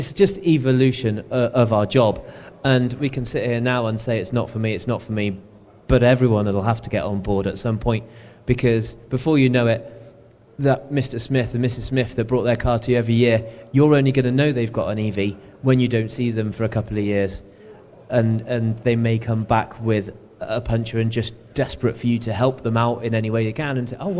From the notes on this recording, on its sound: This episode we visit the aftermarket trade show Mechanex, where just that happened. We got five of the UK’s most well-known commentators on stage.